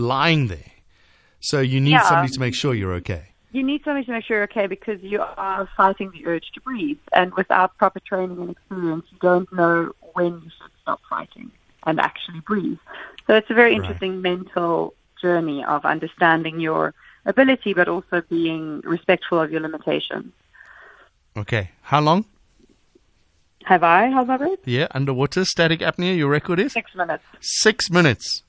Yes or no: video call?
no